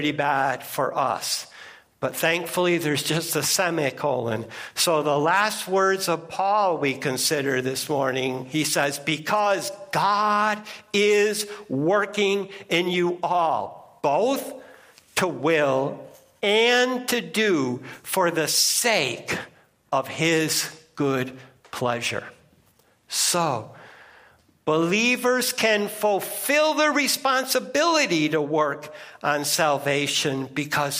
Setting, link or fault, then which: setting, large echoing room